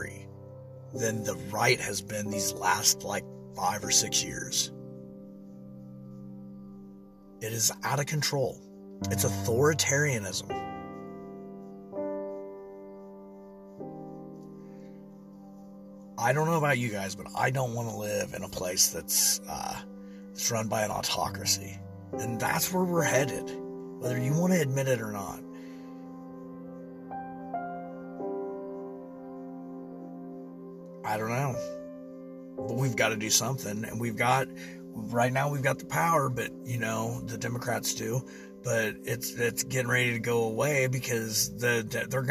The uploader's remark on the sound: This was recorded in my truck so I apologize the quality isn't as good as the others